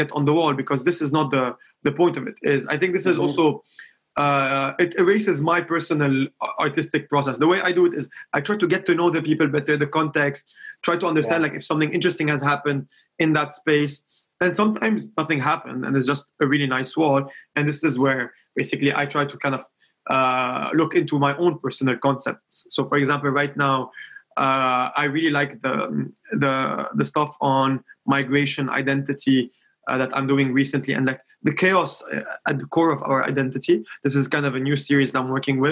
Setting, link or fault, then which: link, video call